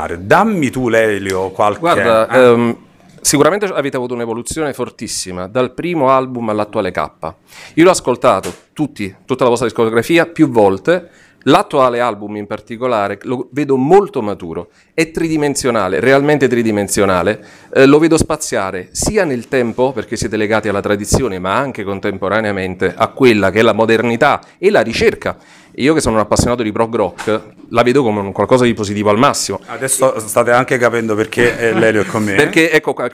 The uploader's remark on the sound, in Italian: Una band Salentina. Siamo in una zona recondita del Teatro Bolivar, per il Festival Nu' Traks il retropalco.